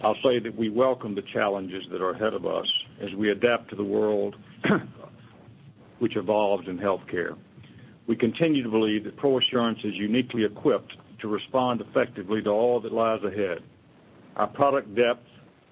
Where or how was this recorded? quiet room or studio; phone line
phone line